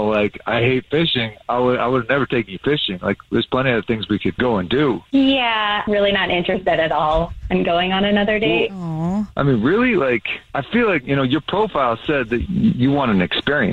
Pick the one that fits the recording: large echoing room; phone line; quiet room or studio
phone line